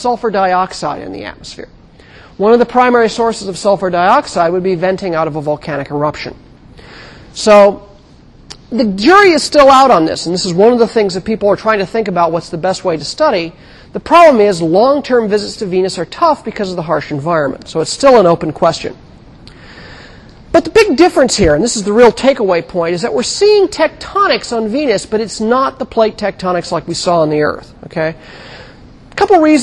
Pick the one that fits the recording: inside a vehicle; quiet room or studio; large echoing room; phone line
large echoing room